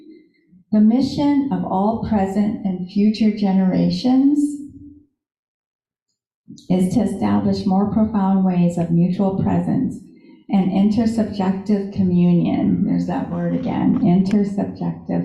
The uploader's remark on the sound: Live In Our Sanctuary